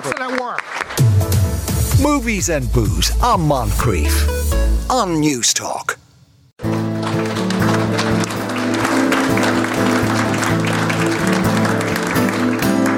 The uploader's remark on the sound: LIVE from Athlone Springs Hotel